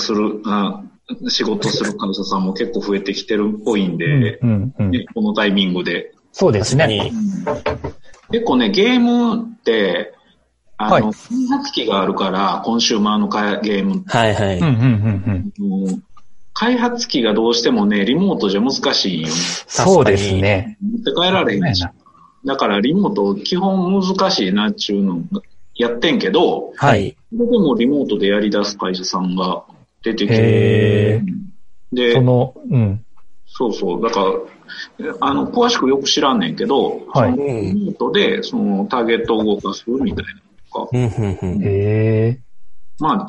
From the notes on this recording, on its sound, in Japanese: Zoom によるリモート収録です